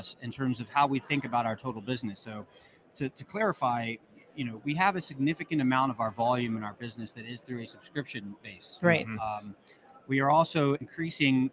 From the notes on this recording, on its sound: Live from Manifest The Future of Logistics Conference In Las Vegas